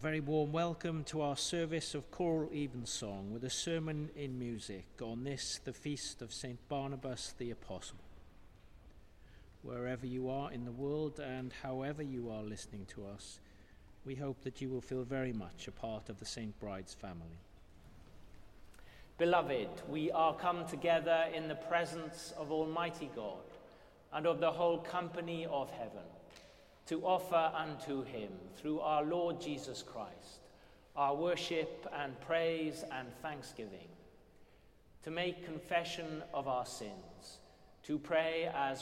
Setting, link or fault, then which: setting, large echoing room